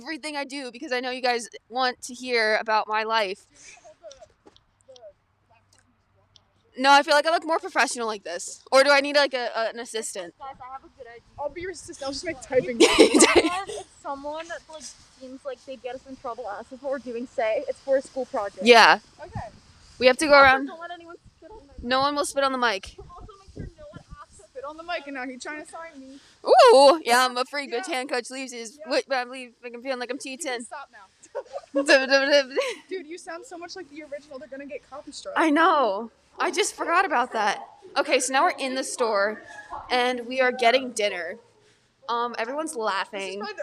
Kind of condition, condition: setting, inside a vehicle